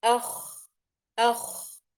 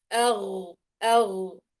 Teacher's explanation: الخاء نجد إنها أقرب في أدنى الحلق من الغين